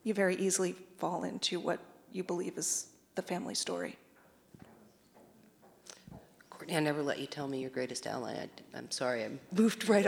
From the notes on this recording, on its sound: in a discussion at Town Hall Seattle on May 18